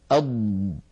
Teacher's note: أض، فهذا الامتداد للصوت هو رخاوة. فالضاد مجهورة يعني لا يجري معها نفس لكنها رخوة يعني يجري معها الصوت. بالنسبة للاستعلاء هي حرف مستعل لأنها من حروف خص ضغط قض، فهي حرف مستعل في كلمة ضغط، وينتج عن ذلك التفخيم كما نعلم.